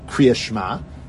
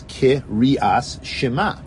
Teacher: you're supposed to say the shva na and pronounce it fully · Shown in: second take